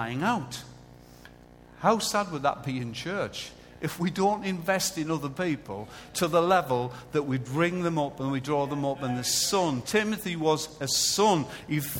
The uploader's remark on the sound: Recorded live at Life Church